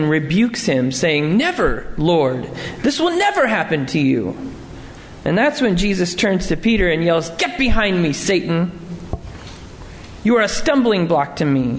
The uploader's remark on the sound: Sermon preached at Lovely Lane UMC